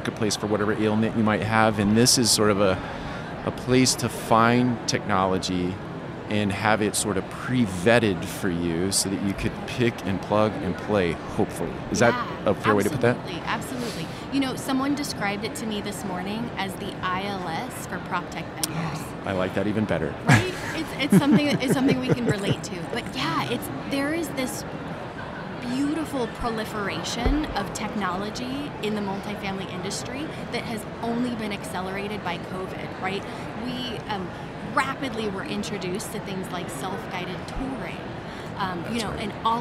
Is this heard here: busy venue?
yes